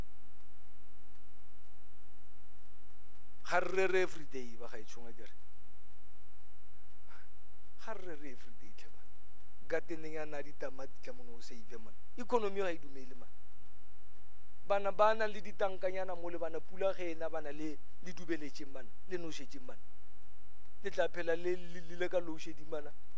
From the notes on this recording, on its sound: at God's Tabernacle Christian Family Church's Men's Conference service on the 21th of March 2023